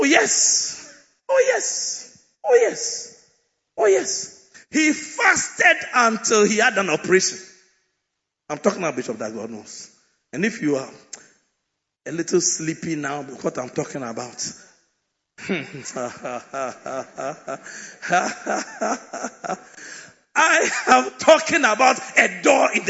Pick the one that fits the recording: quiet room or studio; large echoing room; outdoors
large echoing room